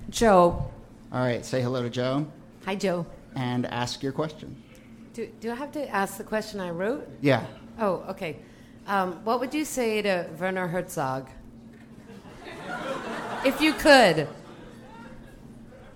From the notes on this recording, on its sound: Ask Roulette is a conversation series in which strangers ask each other questions on stage. This excerpt is from our February event at Housing Works Bookstore in New York City.